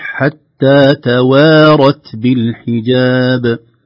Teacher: قد تتأثر الواو المرققة بالراء